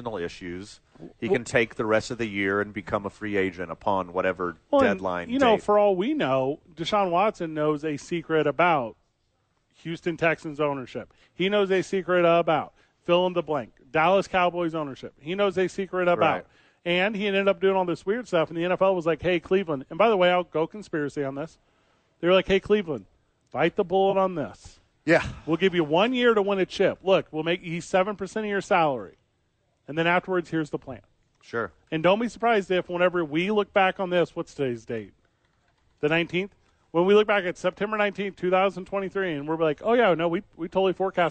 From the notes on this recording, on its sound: live from the Duke's Store